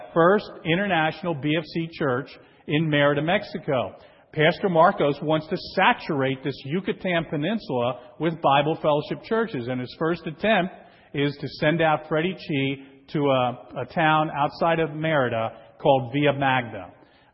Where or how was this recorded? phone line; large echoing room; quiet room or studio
large echoing room